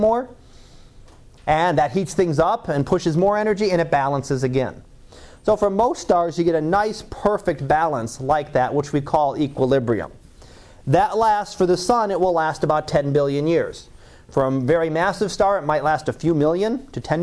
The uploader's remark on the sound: Live Class Lecture